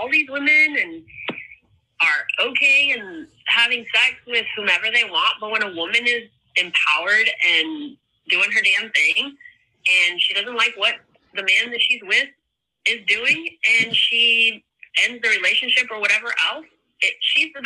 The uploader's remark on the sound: they answer your phone calls